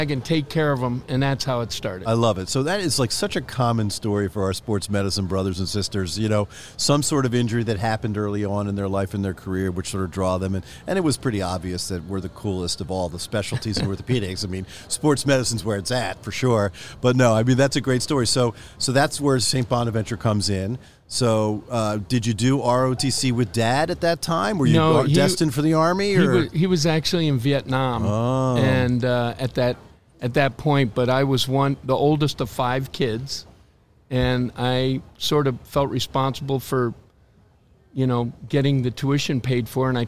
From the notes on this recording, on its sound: recorded live at Ortho Summit in September 2023